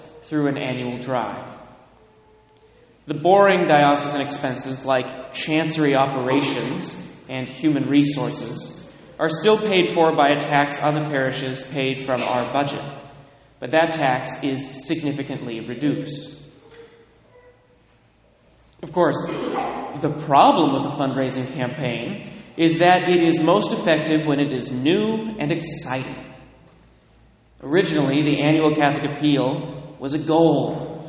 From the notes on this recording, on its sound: Delivered at various churches on various weekends